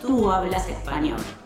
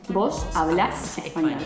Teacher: El acento de la palabra está en la última sílaba del verbo. · Shown in: second take · Term: acentuación